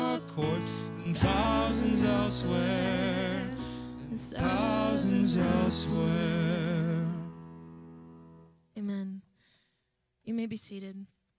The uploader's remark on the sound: Live from our Celebration Ministry Center